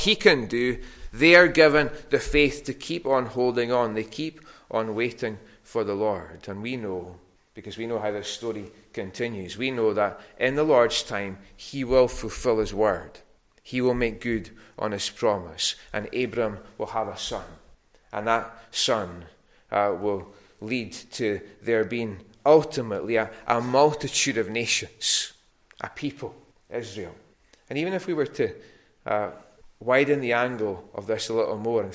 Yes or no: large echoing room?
yes